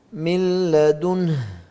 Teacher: من لدنه، النون مع اللام، ذهبت النون وذهبت صفتها وهي الغنة. · Term: إدغام كامل